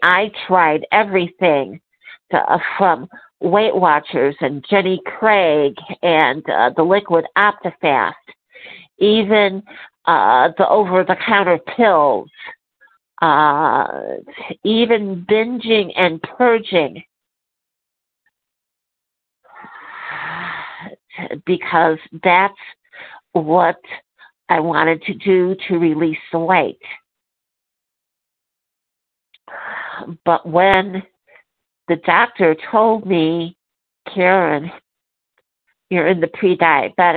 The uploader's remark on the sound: 100 Pounders Phone Meeting